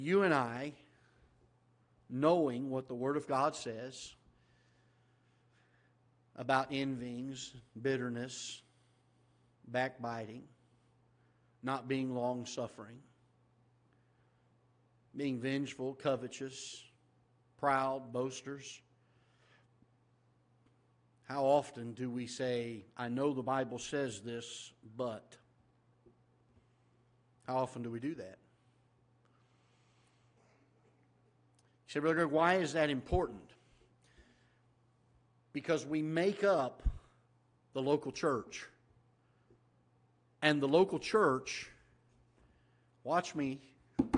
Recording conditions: large echoing room